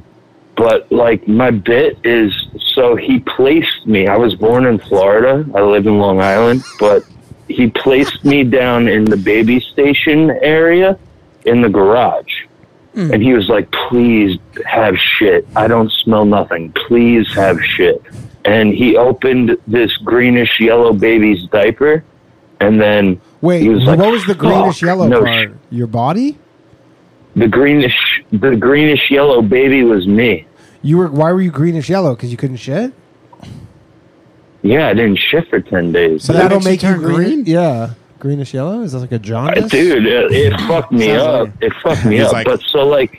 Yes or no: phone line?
yes